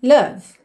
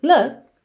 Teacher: Look or love, eu particularmente acho que é love mesmo, porque o O tá mais pra love do que pra look, que seria um pouquinho mais fechado, tá? E também o V, ele deixa um pouco mais suave esse final aí da sílaba, enquanto que look seria mais abrupto esse corte